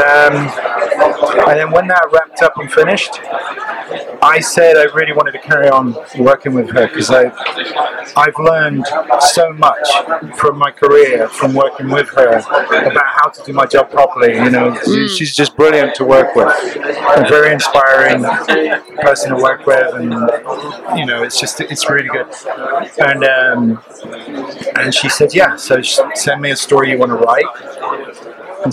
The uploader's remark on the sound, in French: Festival International de la BD d’Angoulême 2023. Une nouvelle interview sur le stand de 404 comics.